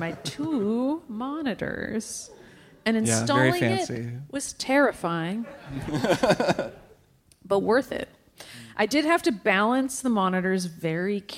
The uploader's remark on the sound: LIVE in Brooklyn! It's the very first TRIPLE CLICK LIVE!!! From the Bell House in Brooklyn. Plus: live Q&A and live One More Things.